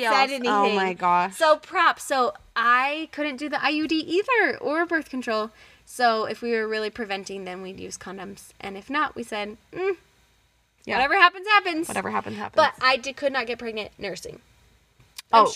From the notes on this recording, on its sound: we really record in our van